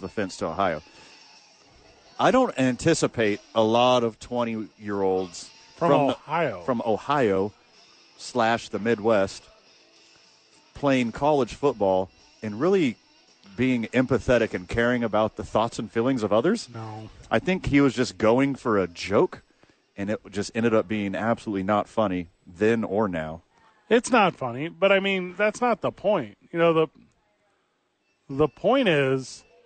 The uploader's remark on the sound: live from ABQ AXE!